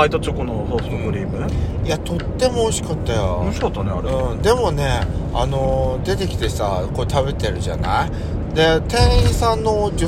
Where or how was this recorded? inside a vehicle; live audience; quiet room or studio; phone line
inside a vehicle